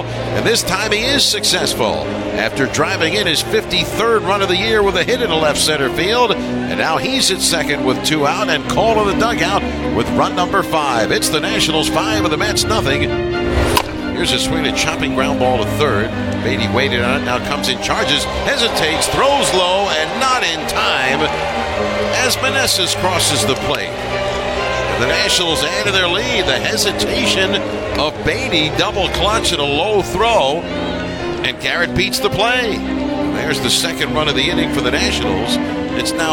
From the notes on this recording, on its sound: Live from Citi Field. Convene after a busy day in Flushing.